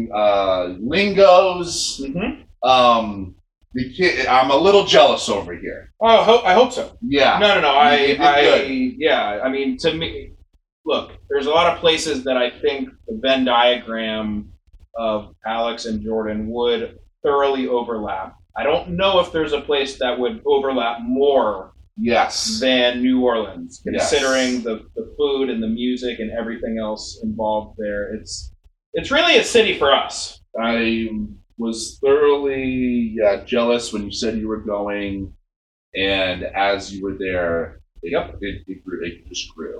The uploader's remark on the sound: serious sound issues on this episode